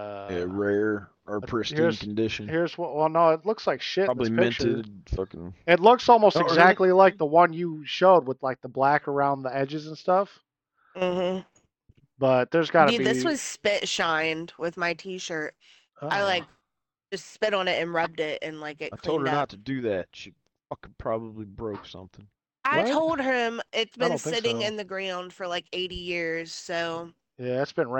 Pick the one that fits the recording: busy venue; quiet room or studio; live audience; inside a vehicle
inside a vehicle